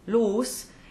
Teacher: that suffix, L-O-S, los, is always a long closed O sound, and as usual, an unvoiced consonant at the end.